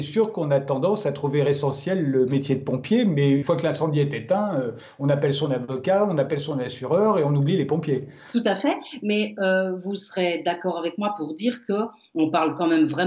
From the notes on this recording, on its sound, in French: En étant confiné chez lui et en recevant ses invités par Skype.